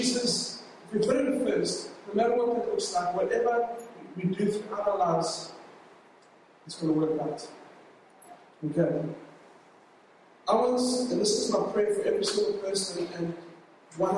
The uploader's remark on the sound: LOW QUALITY